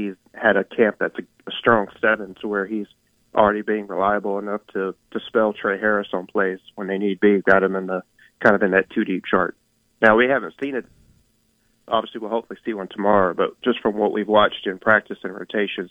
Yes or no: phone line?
yes